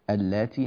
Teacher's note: أنه الأصل هو أن هذه الكلمة مكونة من لامين اللاتي هكذا، أدغمت هذه اللام الأولى في اللام التي تليها